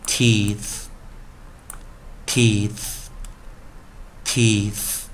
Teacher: 在刚刚我们看到 E E T H 的时候，它是无声的啊，轻音啊